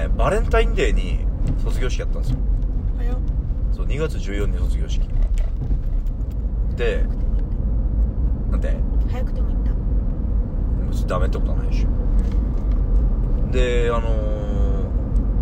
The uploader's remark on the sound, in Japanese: From Radiotalk。ドライブしながら録音してみました。